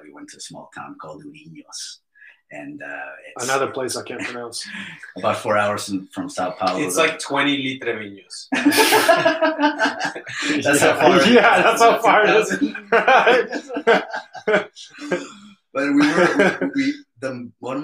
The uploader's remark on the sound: I had issues with the sound on this video but it's all figured out and will be better on the next one.